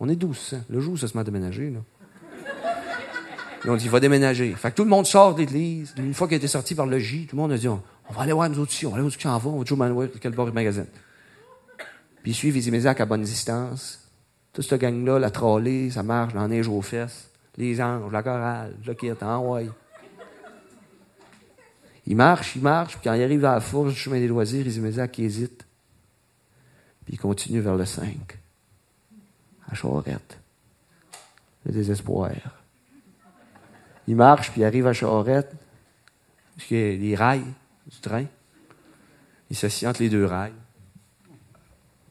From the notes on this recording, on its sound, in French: en public Music Oloron Skate Chope 06-05-2016